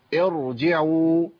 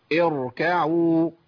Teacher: الكسره ايه، الغير اصليه، تخلي الراء مفخمه